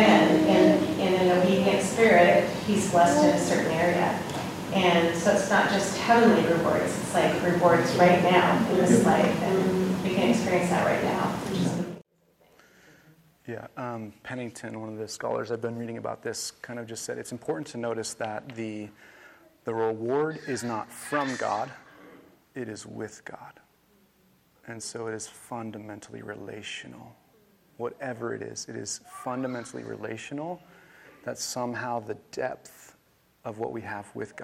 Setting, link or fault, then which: setting, large echoing room